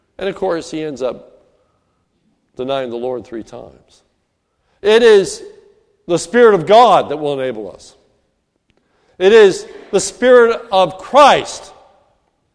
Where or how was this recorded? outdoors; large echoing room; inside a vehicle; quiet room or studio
large echoing room